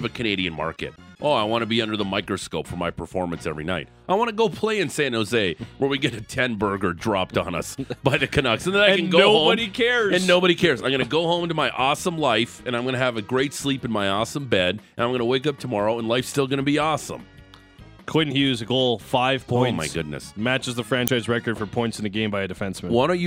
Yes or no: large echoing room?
no